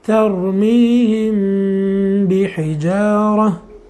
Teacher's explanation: فتخفى الميم عند الباء مع بقاء الغنة · Term: الإخفاء الشفوي